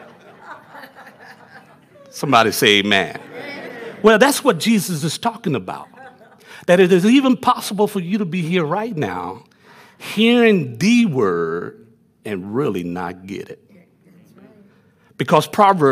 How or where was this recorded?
large echoing room